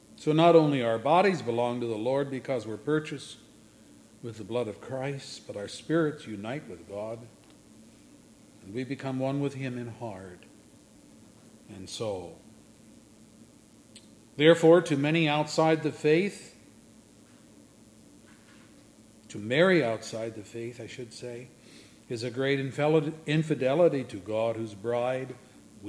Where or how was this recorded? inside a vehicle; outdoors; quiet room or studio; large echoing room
large echoing room